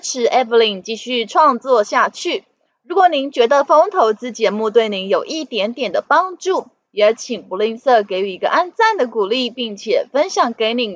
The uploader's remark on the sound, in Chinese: 本集有些許雜音，已亟力避免，如有察覺請多多包涵